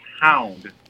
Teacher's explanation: a word like hound, which is one syllable, but it starts with one vowel sound and ends with another · two adjacent vowel sounds within the same syllable · Term: Diphthong